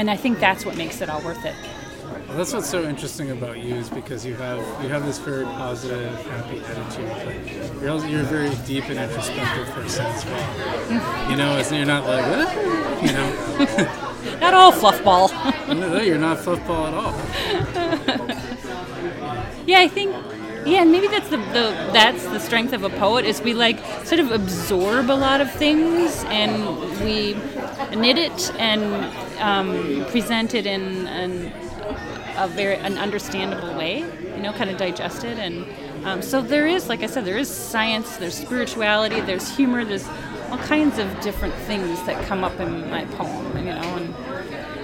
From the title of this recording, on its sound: Live at Daly's